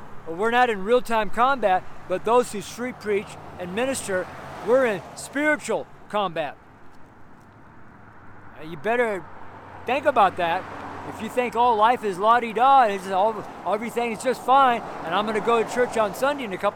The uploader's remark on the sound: preached on the street in Broomfield, Colorado